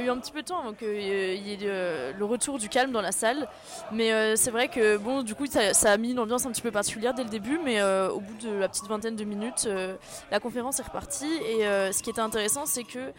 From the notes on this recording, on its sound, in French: A l'occasion du festival Séries Mania. Balader son micro en plein dans l'évènement !